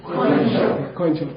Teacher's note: This is like the only word in Tibetan where you have this thing called a diphthong where you say an oi sound